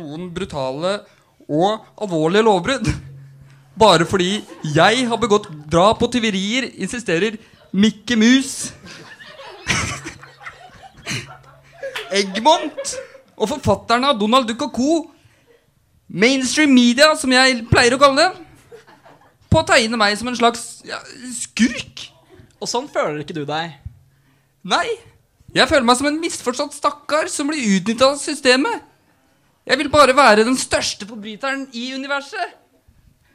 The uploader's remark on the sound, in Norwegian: Programmet som er først ute med nest siste nytt går live fra Chateau Neuf.